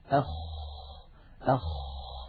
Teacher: الخاء حرف عربي يخرج من أدنى الحلق، الحلق فيه ثلاثة مخارج، أولها الهمزة والهاء، ثم العين والحاء، ثم الغين والخاء. · Term: حرف الخاء